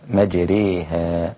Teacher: فتكون الإمالة عند حفص إمالة كبرى ليس تقليلا، فتقول بدل مجراها، بسم الله مجراها، وهي موجودة عند بعض القراء مجراها دون إمالة، فقرأها حفص بالإمالة هكذا، مج بدل را ري، مجريها مجريها، ليست كسرة مجري وليست فتحة مجرى، إنما هي بينهما